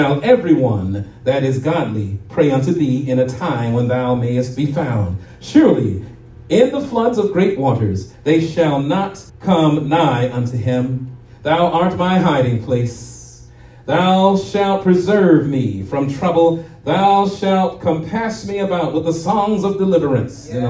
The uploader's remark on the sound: shared this message live at RACC on Resurrection Sunday morning